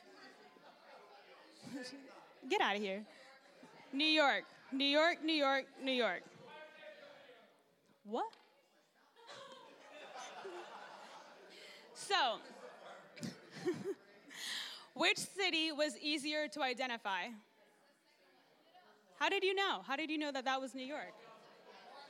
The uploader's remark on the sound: Takes the stage at Wednesday Night Live.